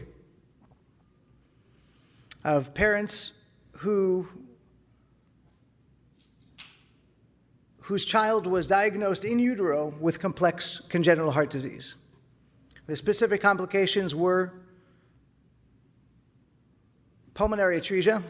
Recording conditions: live audience